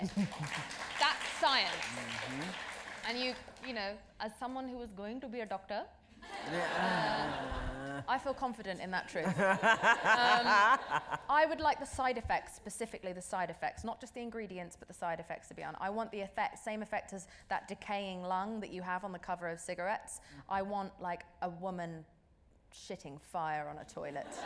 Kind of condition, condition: setting, live audience